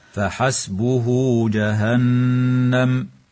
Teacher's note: هكذا وإذا قيل له اتق الله أخذته العزة بالإثم، قوله تعالى فحسبه جهنم، هاء الضمير هنا وقعت بين حرفين متحركين وليس بعدها همزة قطع، فحكمها الصلة بواو مع مد الواو مدا طبيعيا وصلا · وتغن النون المشددة في كلمة جهنم بمقدار حركتين